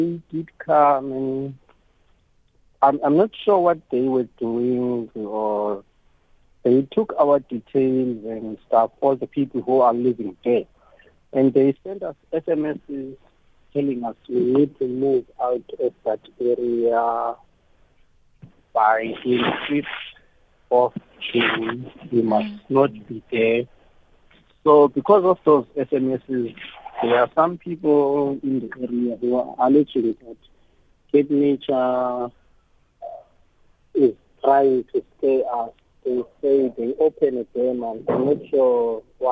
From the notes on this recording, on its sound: Called in wanting to tell us what the situation is in his area.